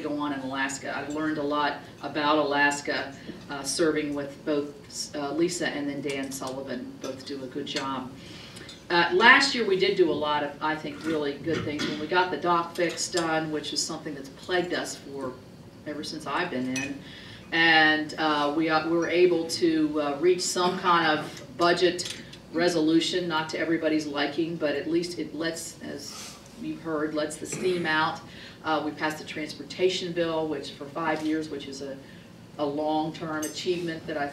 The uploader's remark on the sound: WASHINGTON, DC. In remarks to a breakfast meeting of The Ripon Society.